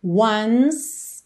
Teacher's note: do N vai direto pro S, tá? Não pronuncia o E.